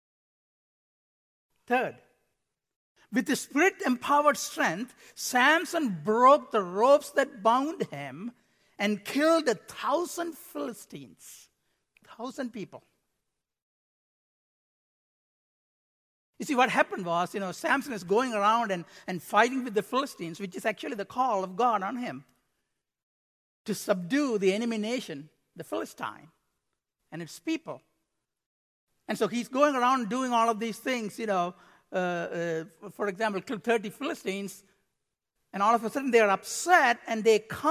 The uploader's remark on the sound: Midland Evangelical Free Church Sermon Audio